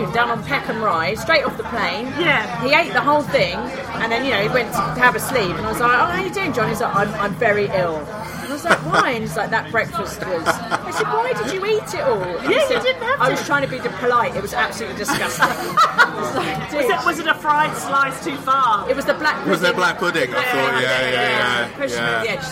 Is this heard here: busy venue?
yes